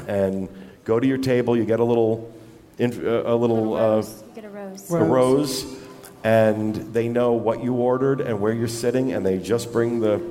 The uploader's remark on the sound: Filmed Live at the Nova Scotia DIS meet to raise money for Give Kids The World.